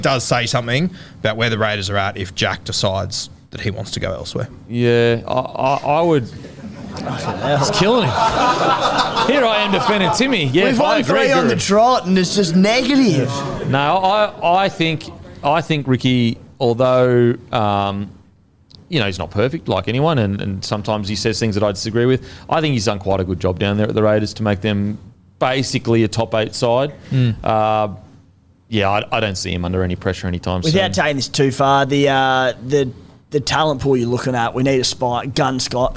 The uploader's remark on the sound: In front of our live crowd.